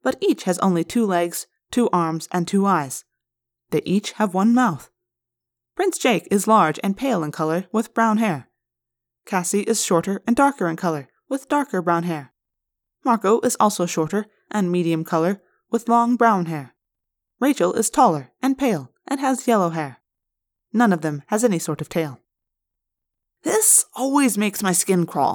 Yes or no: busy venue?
no